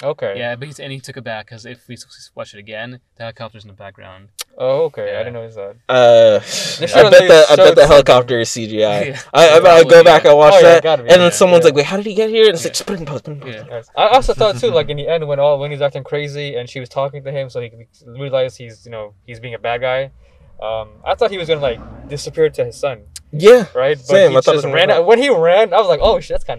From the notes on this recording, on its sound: Brought to you from our car.